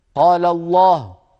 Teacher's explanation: يعني ينطقون هاء ساكنة ويبقى من الضمة فقط عملية إشارة بالشفتين